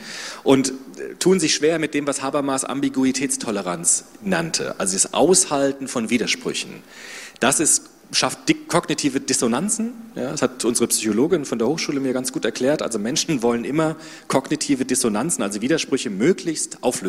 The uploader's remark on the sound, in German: Soziopod Live. Im zweiten Teil öffnen die beiden dann die Bühne für das Publikum in Form einer Fishbowl. Dann wird gemeinsam über das Themenfeld diskutiert.